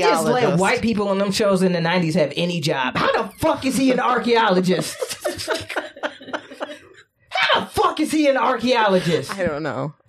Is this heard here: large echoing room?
no